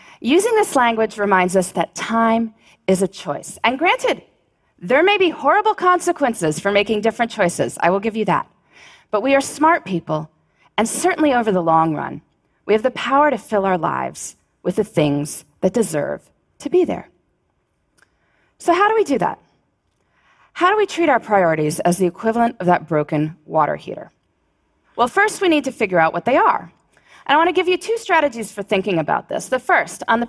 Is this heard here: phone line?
no